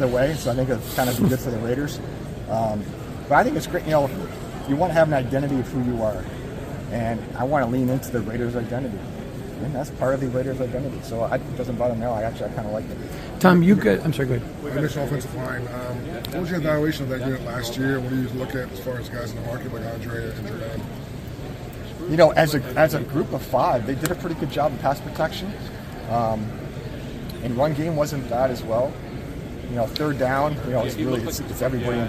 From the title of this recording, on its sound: Press Conference from the NFL Combine